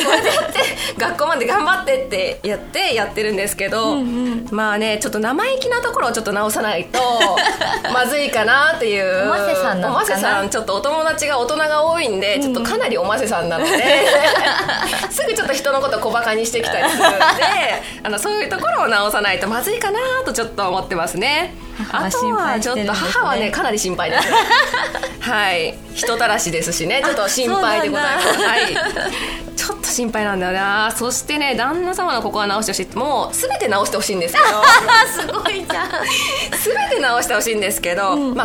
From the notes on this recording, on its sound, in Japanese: 1年ぶりとなる公開収録が開催されました